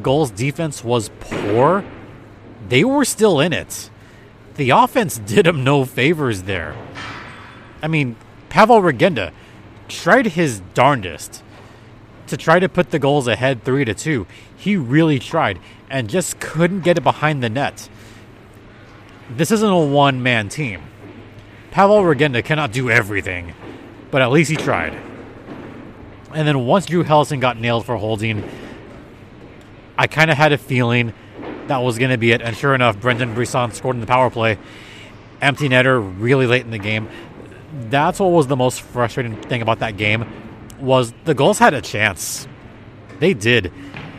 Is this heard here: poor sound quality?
no